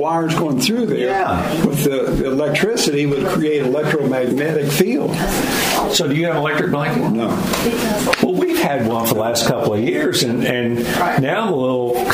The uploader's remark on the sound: LIVE from Tootsie’s Orchid Lounge in Nashville!